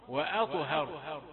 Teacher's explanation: انظر كلمة أطهر واو رقيقة وهمزة رقيقة وآ تأتي الطاء مفخمة وأطه ثم الهاء مرققة هاء ثم راء مفخمة